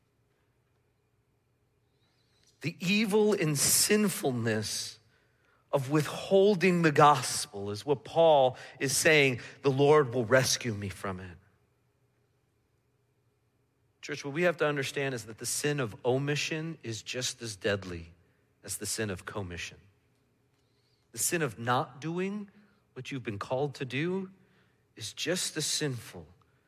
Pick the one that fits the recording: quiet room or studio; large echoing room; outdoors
large echoing room